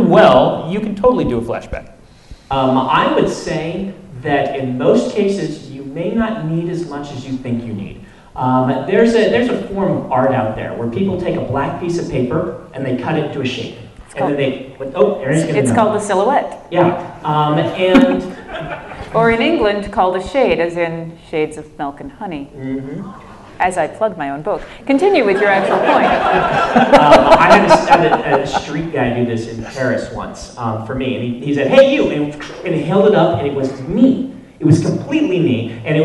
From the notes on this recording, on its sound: Q&A at UVU part 2. Recorded live at Utah Valley University, here's another Q&A episode from the LTUE Symposium!